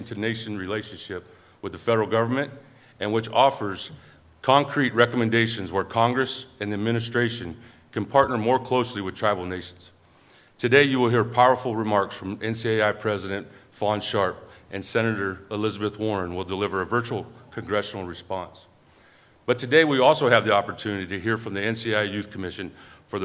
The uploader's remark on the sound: The event took place at the National Museum of the American Indian in Washington, D.C.